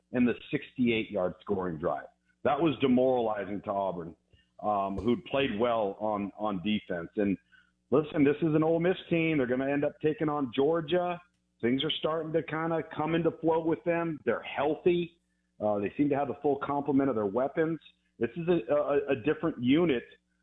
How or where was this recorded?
phone line